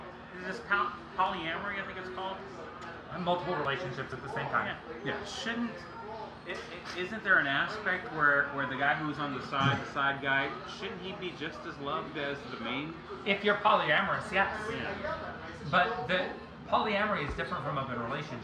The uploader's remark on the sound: This episode of Beer Plus 3 comes to you live from Maggie's Pub in Ferndale, Washington where the beer and talk never stop flowing. Because this is our first time recording in a public location, there are some "issues" with the audio that start about midway through.